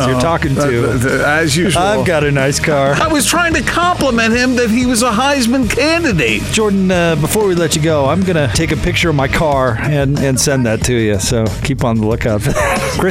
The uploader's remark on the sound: LIVE at 'The Warehouse'